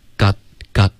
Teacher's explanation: 一定要有一个干脆的停顿，不能发 got na 这样。Got.树袋熊。 You got nothing pushing you to get another one.这个 yeah 的这个音不要加儿化音，OK 是 yeah yeah 而不是 year。南丁奇奇格 I mean, I will give anything to work for a designer.